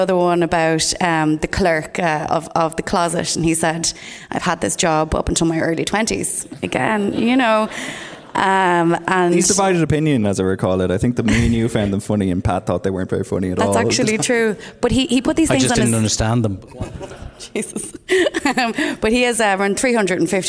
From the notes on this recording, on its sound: They did so in front of a live audience in Dublin.